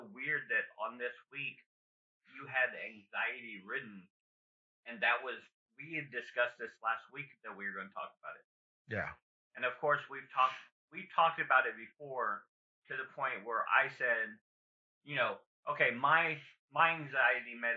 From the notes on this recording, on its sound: we had a malfunction with the audio